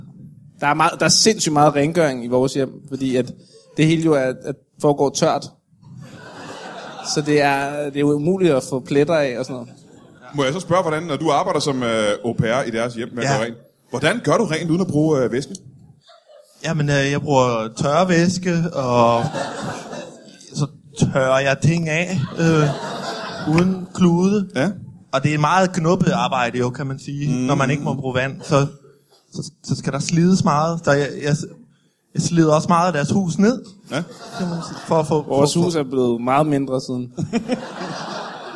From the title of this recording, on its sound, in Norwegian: LIVE fra Comedy Zoo